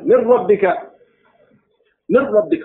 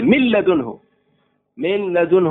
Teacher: nuunkii waa tegaysaa waxaa soo hadhaya keliya raa iyo laam mushadad ah · Term: idqaam bilaa gunna